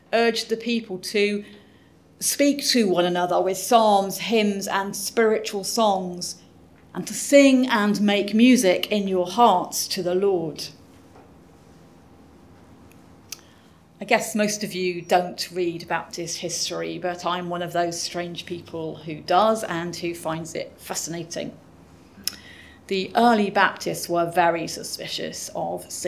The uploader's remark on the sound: Audio podcast of morning service led by the Minister